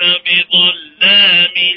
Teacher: فخم اللام يا حبيبي بظلام